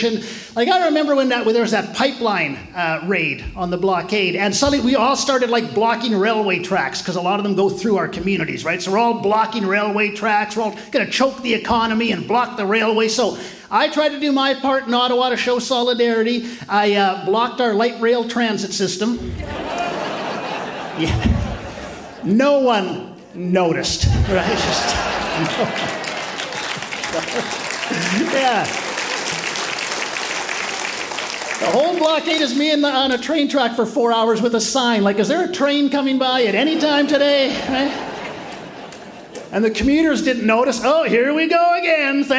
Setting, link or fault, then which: setting, live audience